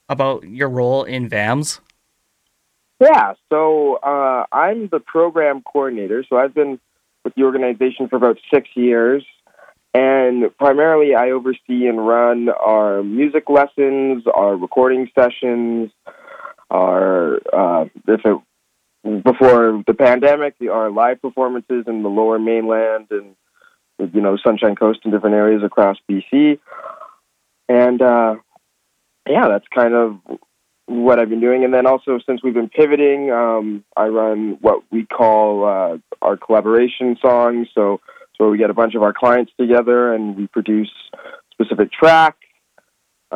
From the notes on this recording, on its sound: From the Vancouver Adapted Music Society (VAMS) over the phone.